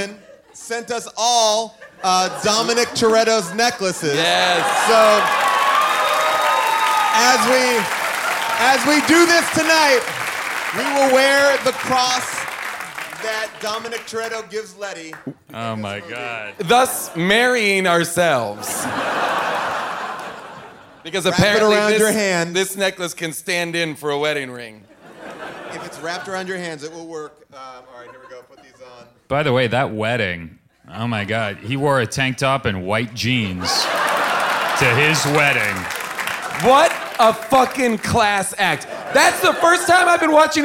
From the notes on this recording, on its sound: Recorded LIVE from Largo in Los Angeles. We learn about Fast & Furious fan fiction during audience Q&As!